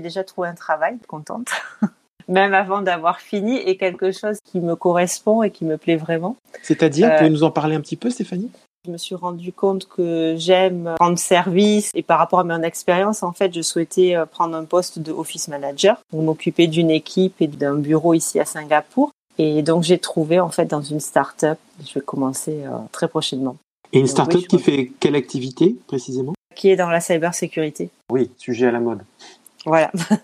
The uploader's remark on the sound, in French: se sont déroulés en visioconférence le 1er avril.